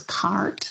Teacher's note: the main feature that most of us think about when we think about American English is the what we would call post-vocalic R, so that's pronouncing the R sound, for example, in a word like cart, but being pronounced as cart.